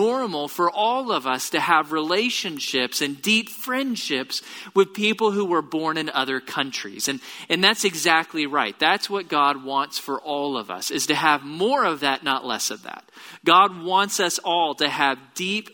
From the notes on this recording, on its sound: Location: Grace Bible Church Southwood